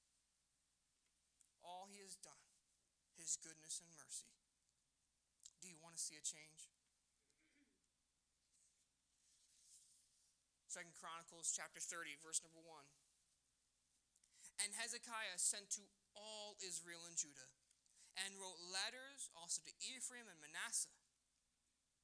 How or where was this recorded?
large echoing room